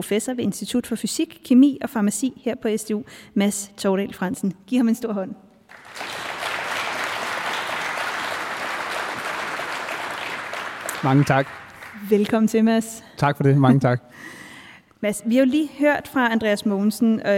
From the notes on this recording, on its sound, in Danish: RumSnak LIVE, optaget på SDU